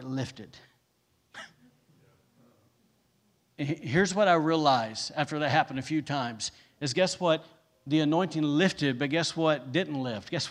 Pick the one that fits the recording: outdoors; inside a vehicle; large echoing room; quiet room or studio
large echoing room